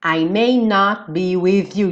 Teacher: De novo, T do not sumiu. Porque eu já tô fechando a boca pro be.